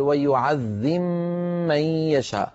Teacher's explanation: أدغم الباء في الميم بعدها فقال ويعذب من يشاء